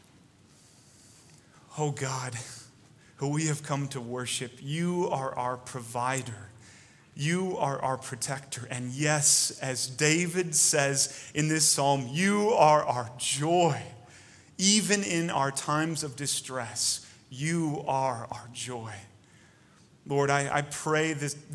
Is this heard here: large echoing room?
yes